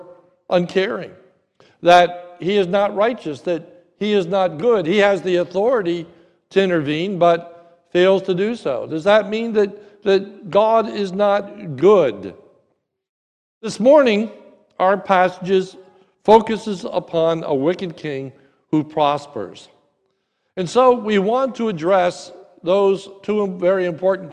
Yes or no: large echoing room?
yes